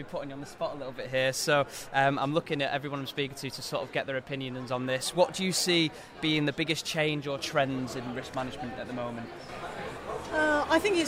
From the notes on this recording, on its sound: live from the optimise stall at Project Controls Expo UK